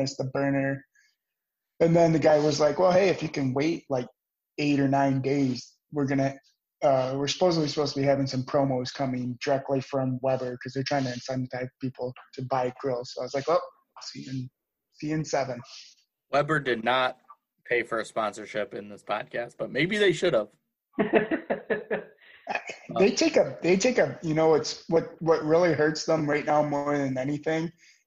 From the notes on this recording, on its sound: all done virtually through Zoom!